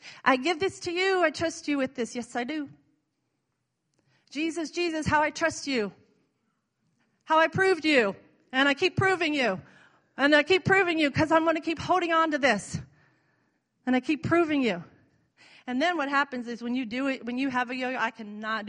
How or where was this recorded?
large echoing room